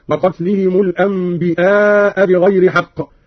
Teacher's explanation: قرأ قالون بهمز الياء: وقتلهم الأنبياء بغير حق، من النبأ وهو الخبر.